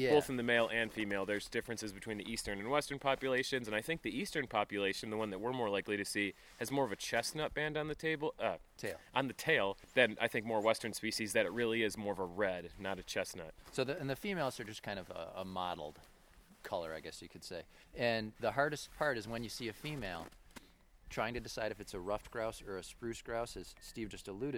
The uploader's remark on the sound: This episode was recorded in March of 2016 in Algonquin Provincial Park, Ontario, Canada. And, man, was it cold.